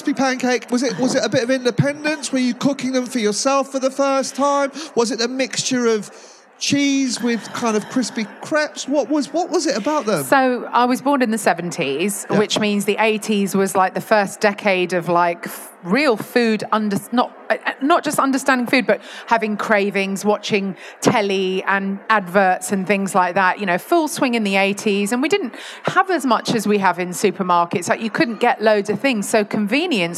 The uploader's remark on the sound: Recorded at the BBC Good Food Show